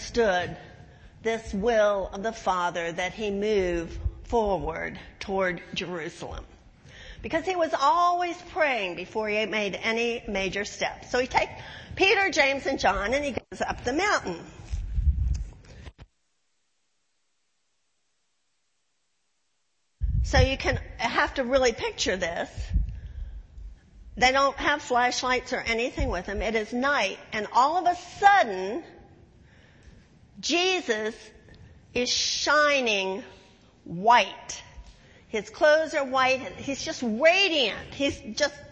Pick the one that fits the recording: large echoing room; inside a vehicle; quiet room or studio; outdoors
large echoing room